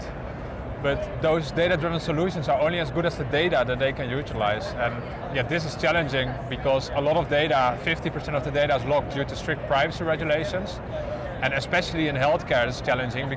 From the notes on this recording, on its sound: It’s an Interview in Action live from HLTH ‘22.